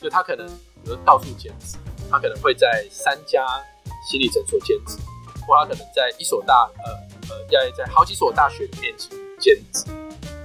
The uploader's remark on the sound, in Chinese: 本集音檔為 2019 年錄製，錄製時收錄較多環境雜音，已降噪處理加上背景音樂